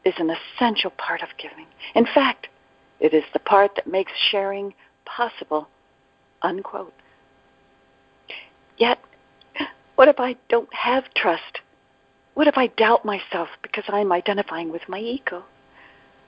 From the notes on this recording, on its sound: ACIM Daily TEXT Conference Call.